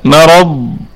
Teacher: طيب، قلنا نقف على مرض هكذا، مرض نقف عليها بصفة الاستطالة طبعا بالسكون، وجه واحد بالسكون، لكن نظهر صفة الاستطالة في الضاد، وهذه صفة تميز حرف الضاد عما سواه